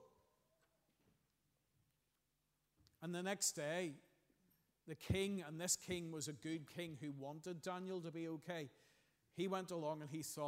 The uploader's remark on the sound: Sunday 11th June 2023 morning service. At our Children’s Day.